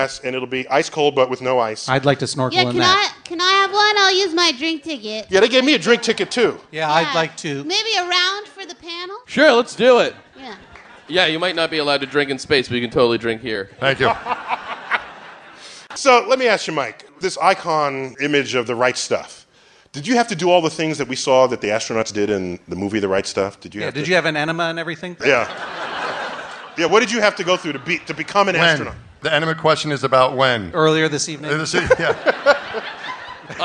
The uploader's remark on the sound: Live at the Bell House